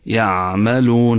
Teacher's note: دائما إخواني أخواتي، العين حينما تقع في وسط الكلمة تكون وتكون ساكنة، تكون صفتها التوسط، يعني لا بالشديد ولا بالرخو